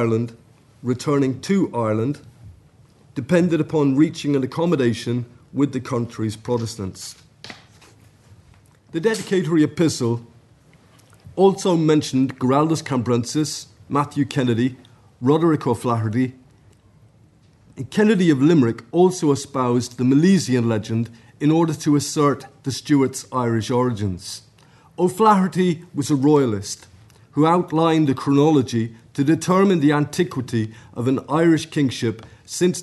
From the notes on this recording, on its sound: at the 2022 Tudor and Stuart Ireland Conference